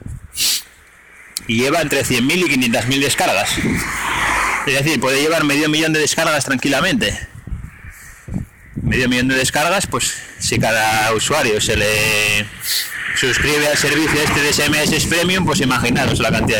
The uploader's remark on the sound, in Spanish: Este audio está grabado en la calle y se oye bastante mal.